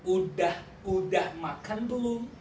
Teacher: Usually, in daily speaking, Indonesian people omit S sound, so they cut into udah, okay? They clip udah from sudah.